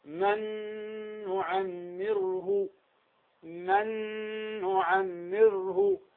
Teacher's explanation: أدغمت النون الأولى هي النون الساكنة في النون الثانية، فصارت النون الأولى والنون الثانية حرفا واحدا مشددا · Term: إدغاما بغنة